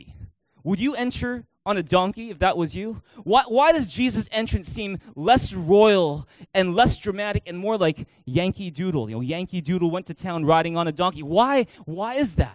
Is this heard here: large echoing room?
yes